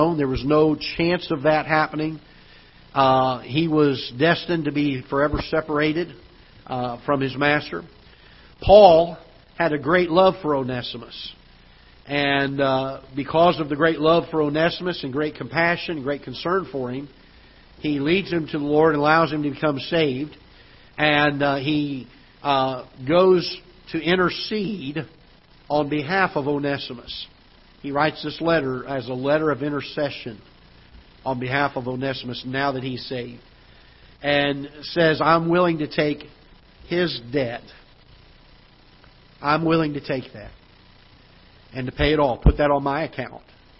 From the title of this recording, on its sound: Ketha Heights Baptist Church ~ Live Broadcast